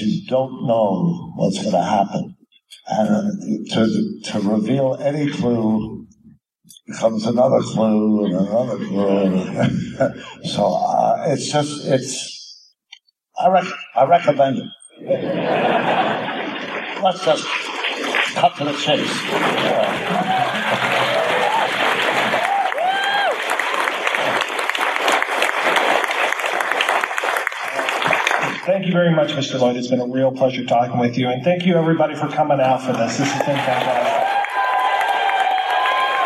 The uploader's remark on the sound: May be a little rough around the edges but is, hopefully, still enjoyable.